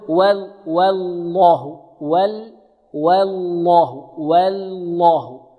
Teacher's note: والبعض يرقق الواو فيرقق معها اللام الأولى من لفظ الجلالة